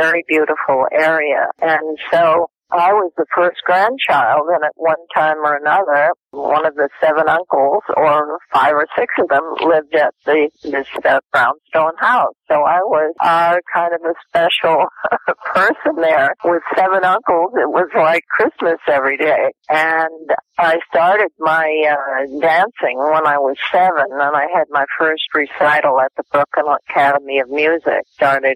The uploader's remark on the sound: This episode features a very brief phone interview